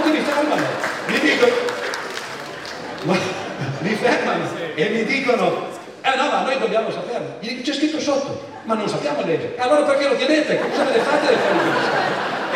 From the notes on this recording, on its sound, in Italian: Festival della Mente, Sarzana.